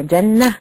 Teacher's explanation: تاء التأنيث المنونة بالنصب نقف عليها بالهاء